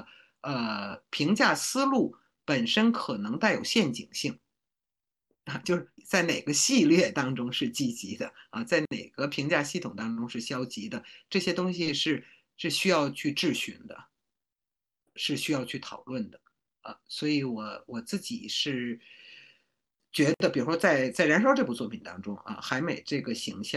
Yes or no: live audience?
no